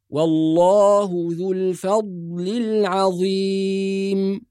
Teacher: الضاد الساكنة في كلمة الفضل وترقيق العين في كلمة العظيم